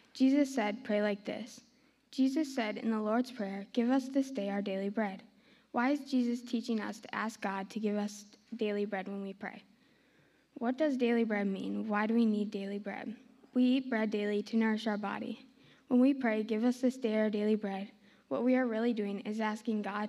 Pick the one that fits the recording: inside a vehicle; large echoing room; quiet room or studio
large echoing room